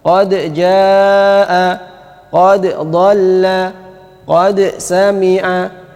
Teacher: Ini semua dal-dal ini, dal bertemu jim, dal bertemu dot, dal bertemu sin, ini semua dalnya dibaca dengan izhar. Artinya ada qalqalahnya.